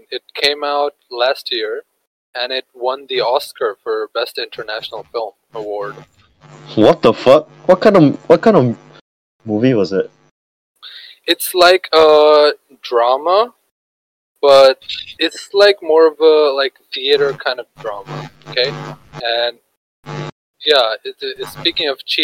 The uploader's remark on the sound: the outcome is pretty bad due to technical difficulties